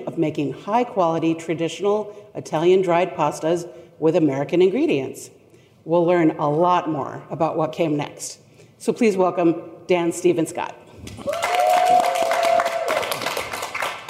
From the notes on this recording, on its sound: In this special episode recorded live at the Summer Fancy Food Show 2022.